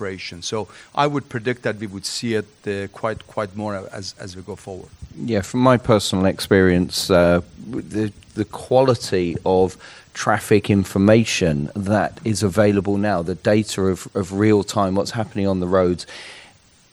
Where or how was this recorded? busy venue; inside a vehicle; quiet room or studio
busy venue